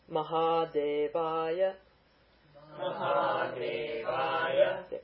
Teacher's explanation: maha, de, the a is long, that has two mantras. The diphthongs are two mantras.